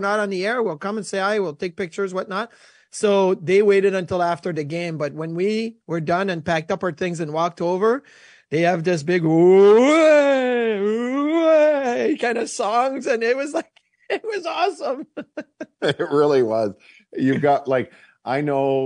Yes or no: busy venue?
no